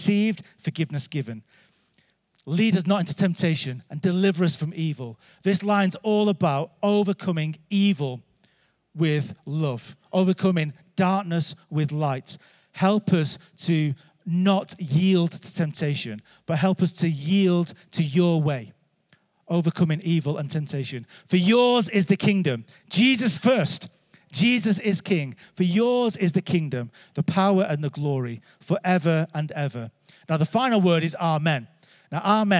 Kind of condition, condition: setting, live audience